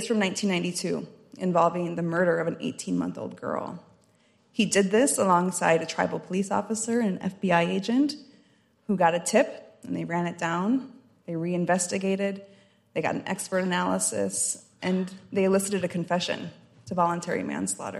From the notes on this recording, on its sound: The panel took place during the morning session of the White House Tribal Nations Summit on December 6, 2023.